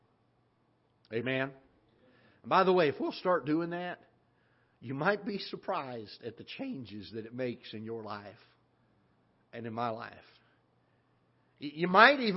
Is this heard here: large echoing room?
yes